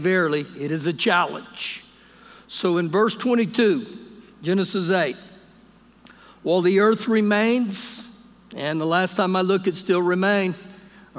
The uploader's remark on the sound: Recorded live during our Wednesday night service